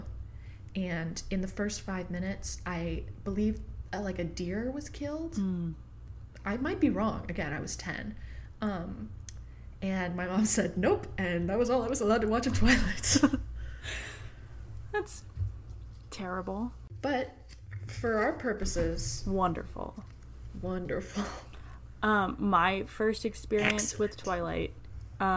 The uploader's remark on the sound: Her mod podging was closer to the mic than she was.